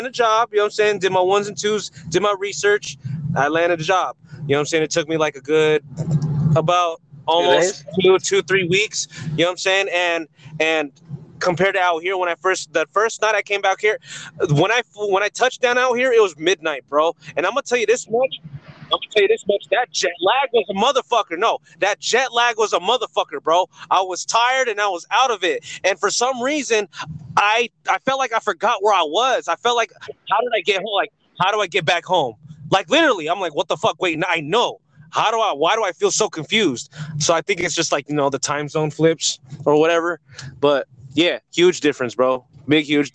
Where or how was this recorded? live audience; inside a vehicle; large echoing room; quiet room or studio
inside a vehicle